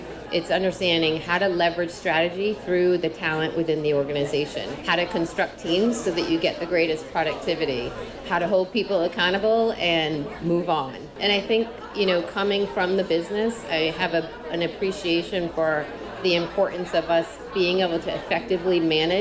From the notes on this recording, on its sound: Part one in a series from NEHRA's annual conference, 2019! NEHRA's HR Live event.